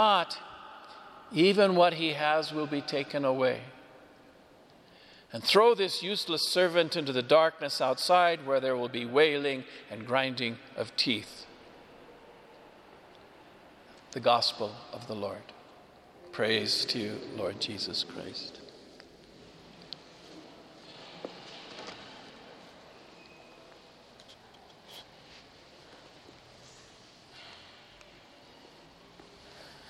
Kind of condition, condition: setting, large echoing room